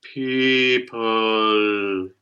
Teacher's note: So that you're just using the tip of your tongue and not the whole back fat part of your tongue. Right, so not the velarized dark L, as they sometimes call it, but the clear forward L, the Italianate L